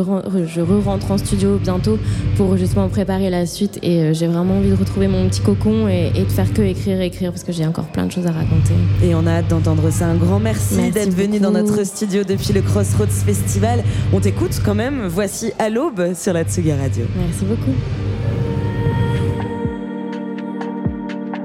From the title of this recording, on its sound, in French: En direct du Crossroads Festival